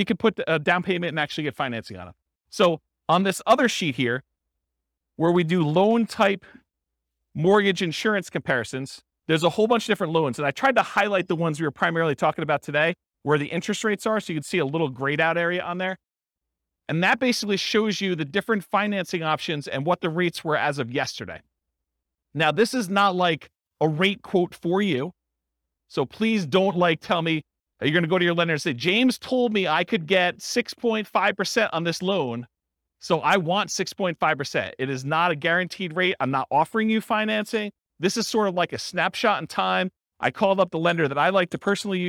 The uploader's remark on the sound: This was a live class recorded